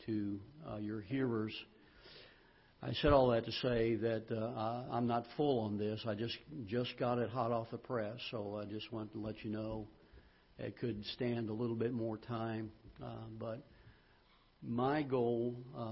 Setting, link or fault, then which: setting, large echoing room